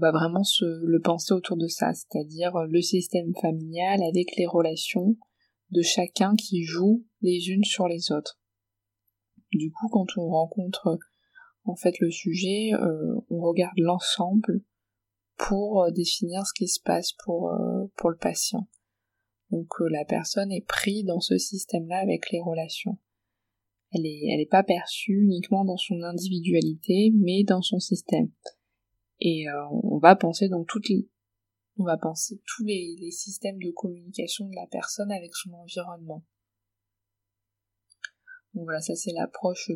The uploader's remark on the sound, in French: la qualité du son n’est peut-être pas optimale